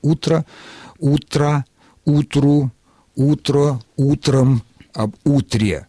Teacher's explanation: Само же существительное утро сохраняет ударение на корне во всех формах, в единственном и, и во множественном числе, если оно употребляется без предлога.